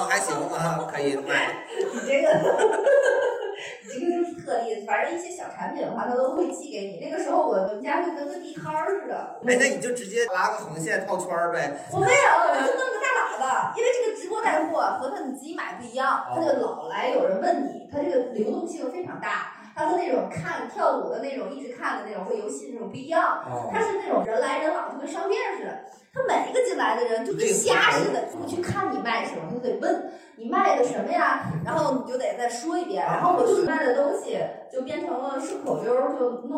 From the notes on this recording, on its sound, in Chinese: 最近两期由于场地不熟悉，设备出了问题，只能用备用素材，所以音质稍有问题。